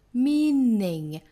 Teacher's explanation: Meaningless 这个单词第一个元音呢是长元音 e 的发音。我们说到呢发长元音 e 的话嘴巴的紧张感，那嘴角呢两边尽量裂开形成一个 e 字。meaning,舌尖抵住上齿龈去发一个 n 的发音。meaning,最后呢 less, meaningless,或者是 meaningless,都是可以的。这里面呢把它弱读成 a,或者是发成单元音 a,都可以。meaningless,都完全可以。